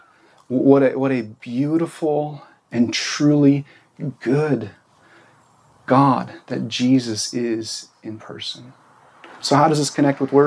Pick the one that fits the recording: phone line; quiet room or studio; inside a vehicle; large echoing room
large echoing room